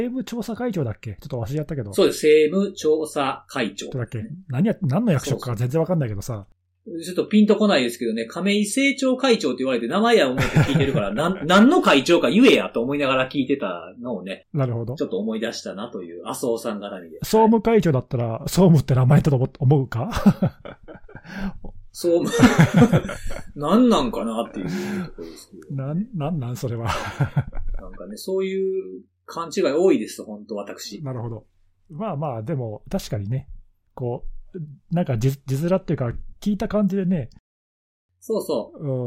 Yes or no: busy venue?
no